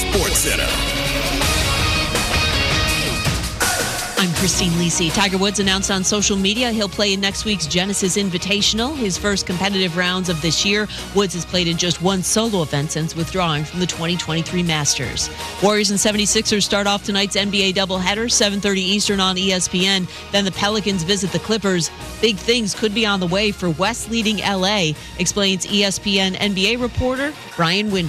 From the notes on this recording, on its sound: live interviews from Radio Row in Las Vegas!